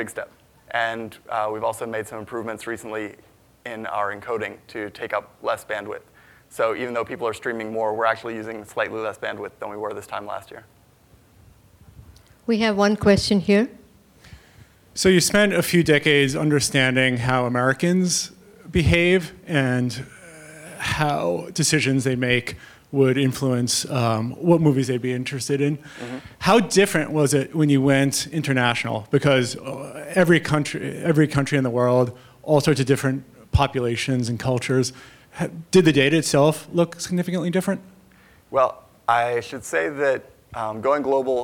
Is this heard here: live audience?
yes